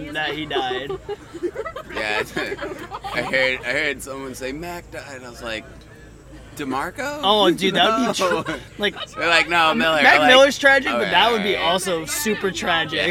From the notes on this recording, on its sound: Located at Snow Ridge in Turin, NY. We recorded this while we were vending at Otis Mountain Get Down 2018! There is engagement with festival goers.